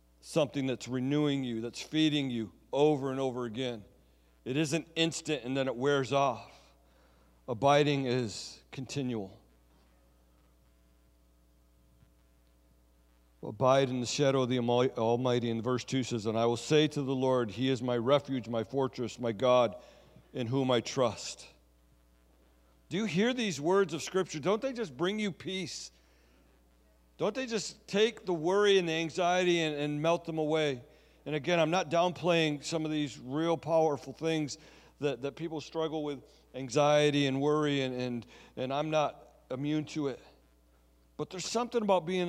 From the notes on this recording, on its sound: Sunday Service Recording